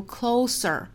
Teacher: closer 当然就是 close 这个词的比较级。那 close 这个单词我们要注意的一点就是它词性不同，发音是不同的。那作为形容词的话，它发 close 是清辅音。作为动词的话呢，是 close。形容词的意思是亲近的，动词呢是关闭。我们要注意，同样一个单词，它的词性不同，发音有可能是不一样的。这个发音会体现为重音不同，也有可能会体现为同一个字母，有可能发浊辅音，也有可能发清辅音。所以我们要确定一个单词它保准的发音，那就要去看字典，就要去查字典。一般像朗文词典都会列举出来它是哪一个词性，然后它后面对应的是哪个发音。好，那这个词呢本身是 close，因为这里是形容词，那它变成了比较级之后呢，后面再加一个元音 closer， the closer you look the more itblinds。那美音的话这个词会有一点点不同，一个是元音不同，一个是后面会有卷舌音